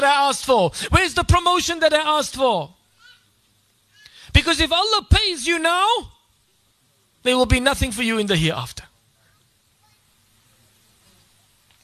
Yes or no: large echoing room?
yes